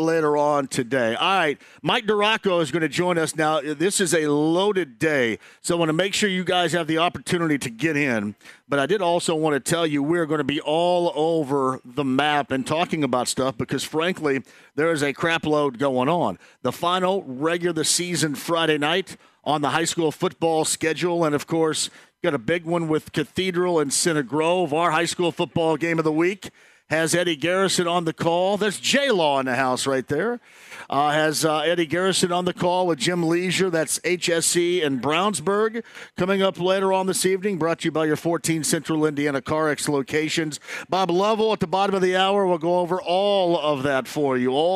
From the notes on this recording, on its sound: live this Friday from Walk Ons